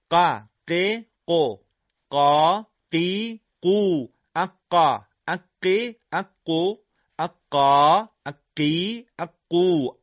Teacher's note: قاف حالت محکم و با شدت و انسدادیه. اگر مرحله رهایی با کندی و سایش انجام بشه قاف بوی خ میگیره و در تجوید این حالت مطلوب نیست.